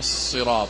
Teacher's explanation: صاد فيها إطباق وفيها استعلاء